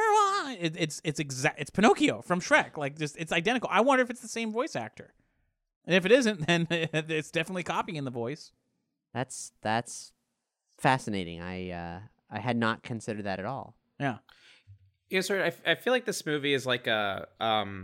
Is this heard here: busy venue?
no